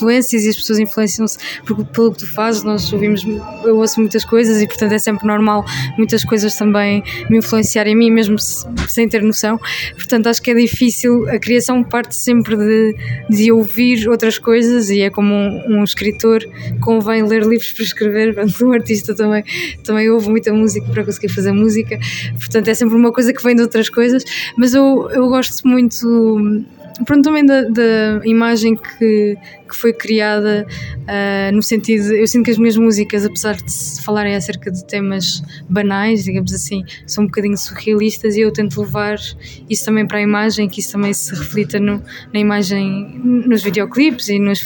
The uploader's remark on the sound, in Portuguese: ao vivo no “Maus Hábitos”